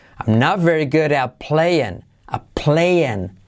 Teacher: Y la T de at tampoco casi se dice.